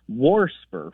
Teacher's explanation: is warsper with an extra R thrown in there · Term: R insertion